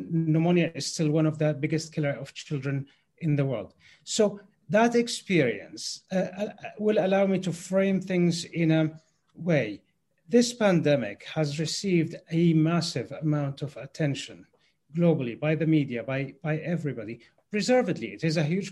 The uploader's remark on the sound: Webinar recording